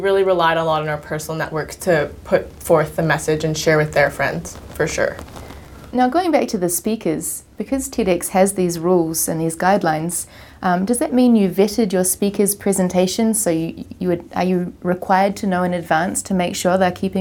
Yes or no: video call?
no